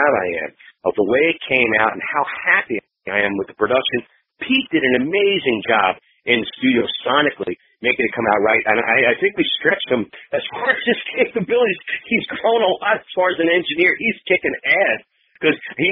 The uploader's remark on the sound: We jumped on the phone